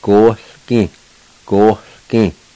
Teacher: a faint H sound right before the L